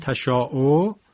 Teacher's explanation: حداقل مد متصل 4 حرکت است، یعنی 2 برابر مد طبیعی. و البته تا 2.5 برابر مد طبیعی هم میتوانیم بکشیم، یعنی 5 حرکت هم جا دارد.